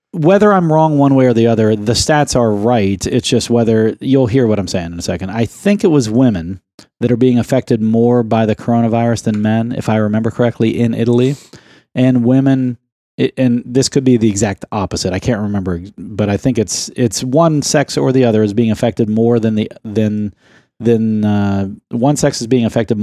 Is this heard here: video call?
no